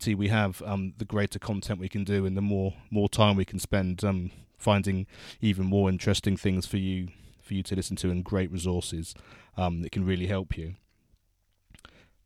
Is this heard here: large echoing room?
no